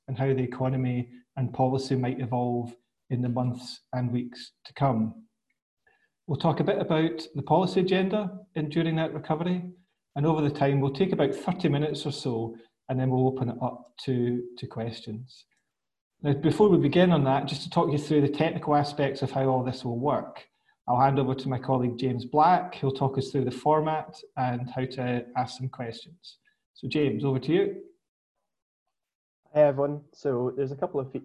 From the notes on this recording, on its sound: FAI webinar.